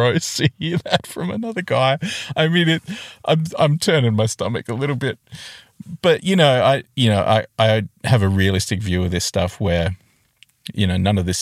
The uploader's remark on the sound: Record this episode in a car.